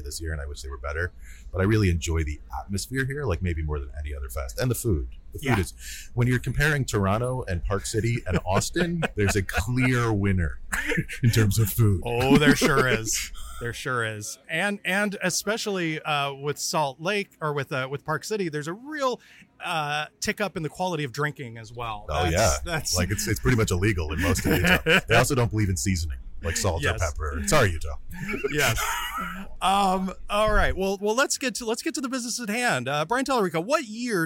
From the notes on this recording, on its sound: We're back with another episode (recorded) live from SXSW in Austin, Texas.